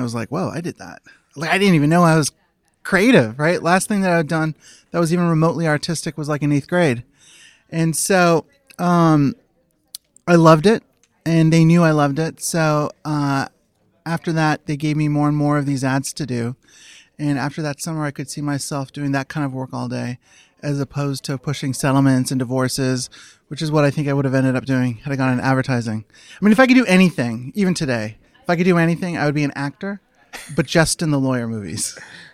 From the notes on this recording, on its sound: Live from Advertising Week